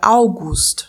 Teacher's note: Se você quiser se referir a uma pessoa que se chama Augusto, então a sílaba tônica volta para o A inicial da palavra